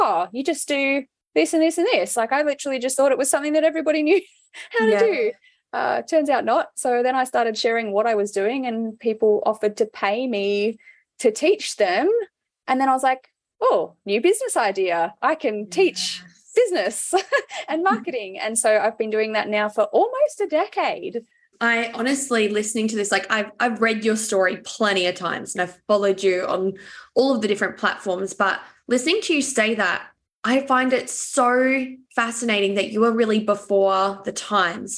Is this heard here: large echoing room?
no